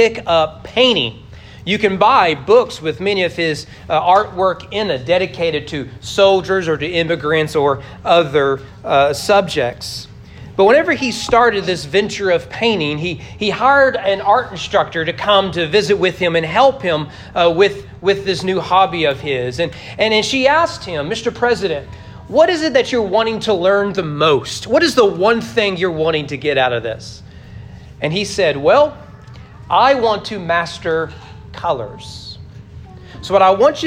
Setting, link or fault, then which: setting, large echoing room